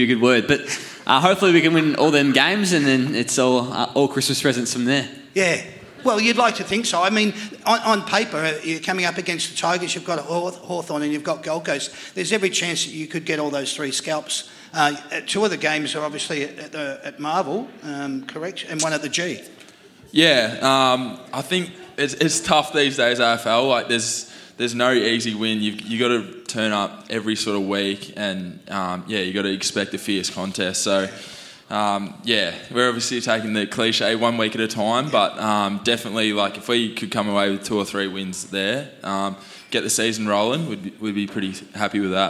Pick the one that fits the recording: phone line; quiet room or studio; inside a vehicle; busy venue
busy venue